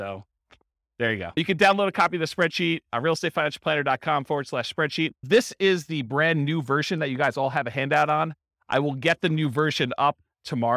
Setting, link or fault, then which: setting, live audience